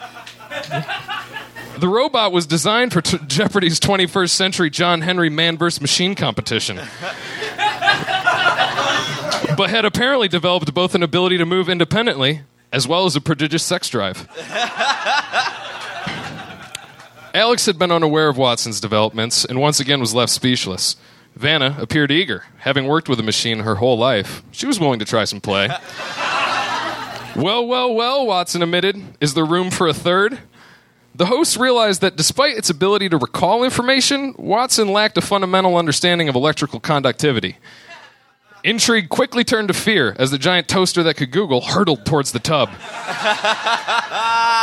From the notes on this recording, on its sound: Recorded live at the Rendezvous in Seattle